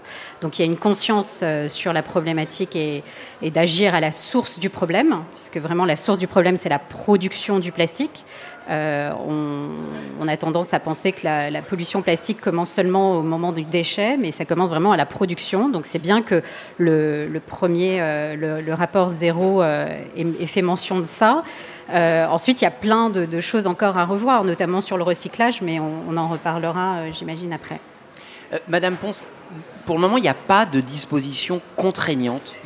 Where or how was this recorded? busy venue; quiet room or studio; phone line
busy venue